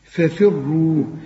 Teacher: الفه الأولى مفتوحة والتانية مكسورة والاتنين مرققين، لكن الفه التانية أكثر رقة